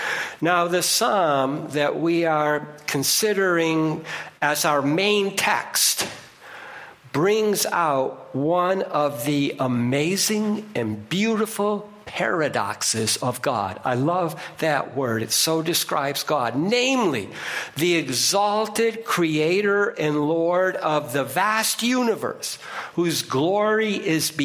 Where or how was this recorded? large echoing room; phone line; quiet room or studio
large echoing room